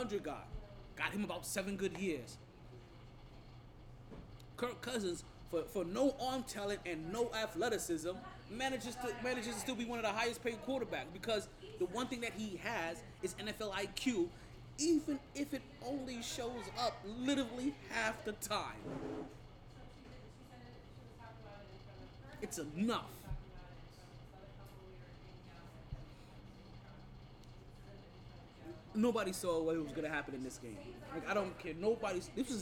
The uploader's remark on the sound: Live from Sharkeys